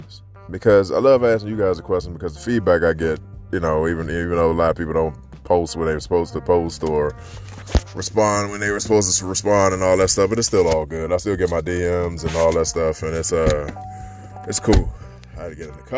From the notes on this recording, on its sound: Friday walk and talk.